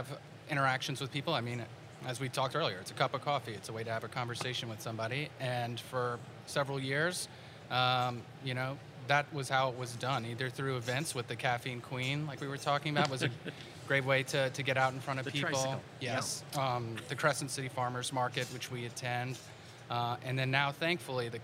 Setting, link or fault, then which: setting, busy venue